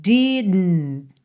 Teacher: Esse DN é como um som para dentro. Você bota a língua no céu da boca para fazer o D e já tá ali pro N, né?